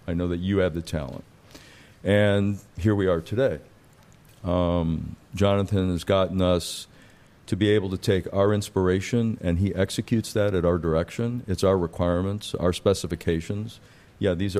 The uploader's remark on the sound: Live from the San Francisco Pen Show 2019